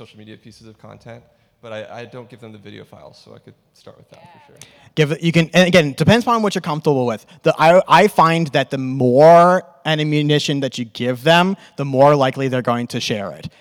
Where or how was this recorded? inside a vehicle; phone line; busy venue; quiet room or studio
busy venue